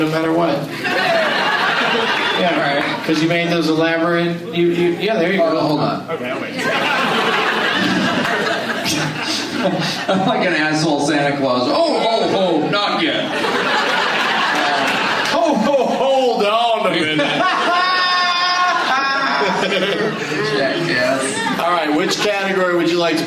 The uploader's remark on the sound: audience members at Wow Hall in Eugene, OR